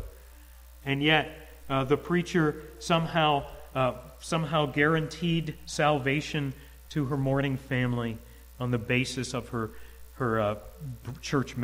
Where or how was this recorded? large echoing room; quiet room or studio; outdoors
large echoing room